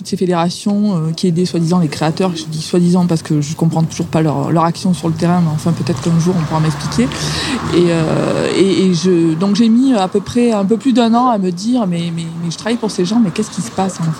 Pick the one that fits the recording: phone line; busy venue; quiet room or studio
busy venue